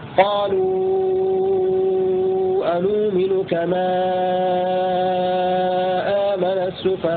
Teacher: المد ست حركات مع السكون المحض أو مع الروم أو مع الإشمام. · Term: المد المشبع